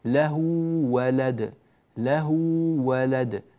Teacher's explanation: ولد، لا نقول له ولد أو له ولد، لابد أن نعطي الواو زمنها، هذا يسمى مد التمكين